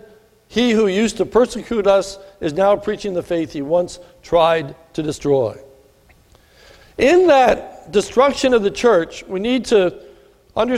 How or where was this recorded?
large echoing room